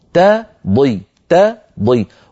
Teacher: تضل لابد من ترقيق التاء وتفخيم الضاد